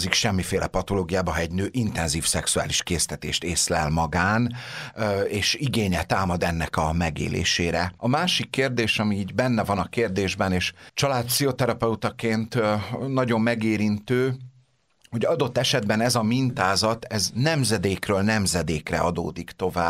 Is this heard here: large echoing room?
no